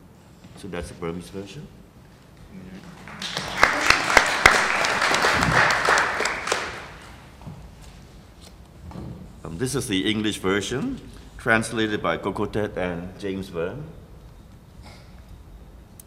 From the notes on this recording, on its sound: Reading two poems at the 2013 PWV event "Burma: Bones Will Crow".